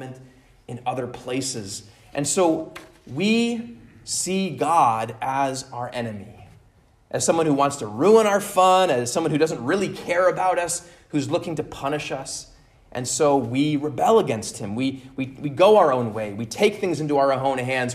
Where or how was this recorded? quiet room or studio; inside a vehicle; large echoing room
large echoing room